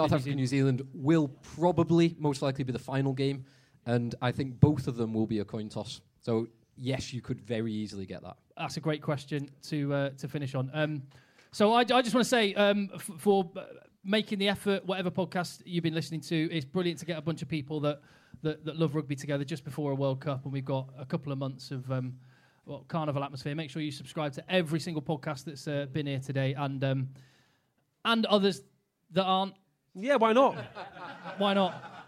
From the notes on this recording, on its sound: LIVE SHOW at TWICKENHAM. Headed to Twickenham for a pre World-Cup Live Show at Podcast Live at the home of rugby.